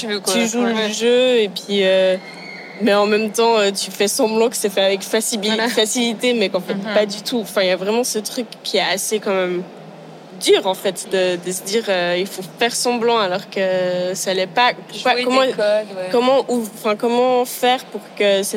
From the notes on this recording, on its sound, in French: Enregistrées “in situ” lors des Swiss Design Awards. Enregistrées “in situ” lors des Swiss Design Awards. Le contexte installatif des SDA. Au sein même des murs de la Messe à Bâle.